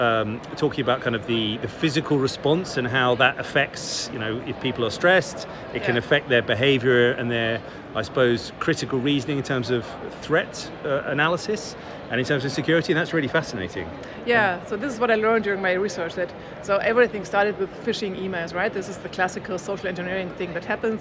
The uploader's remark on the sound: From the CHI2023 Human Computer Interaction conference in Hamburg. Conversations at CHI 2023 in Hamburg. From the CHI2023 Human Computer Interaction conference in Hamburg, I chat in-person with five attendees.